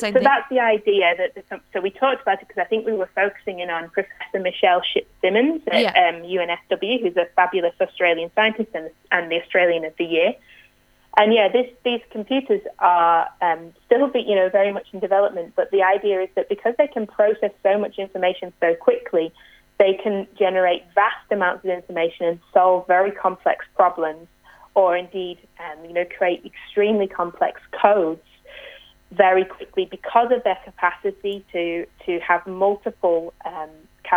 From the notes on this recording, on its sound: needed to call in from home